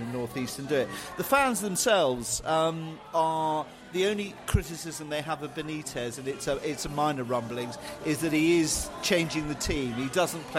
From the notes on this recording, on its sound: Wolverhampton Wanderers pre-match podcast from the pub. Fans in the pub after Preston victory.